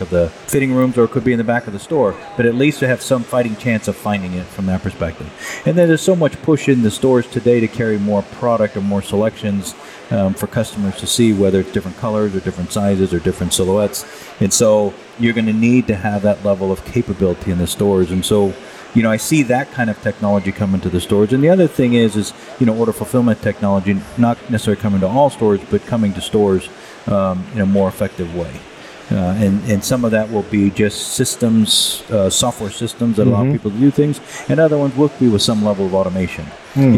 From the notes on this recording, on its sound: On location at MODEX 2022